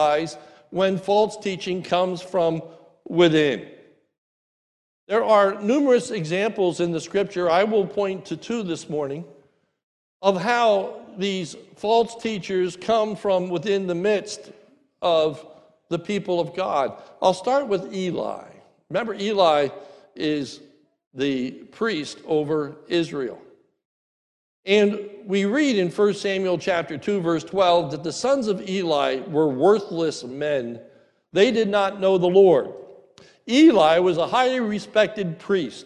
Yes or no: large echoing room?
yes